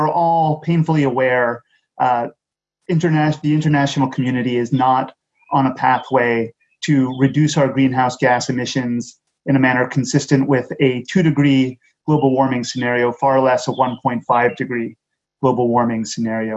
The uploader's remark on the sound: In this webinar, a panel of experts and practitioners